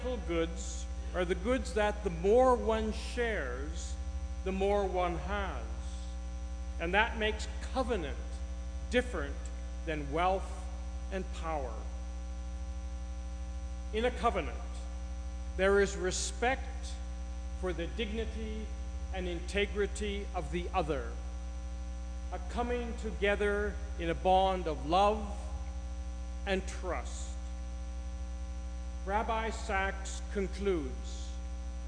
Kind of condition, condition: fault, hum or buzz